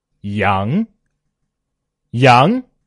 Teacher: 从中间起调，然后上扬，气势由弱渐强的扬 · Term: 阳平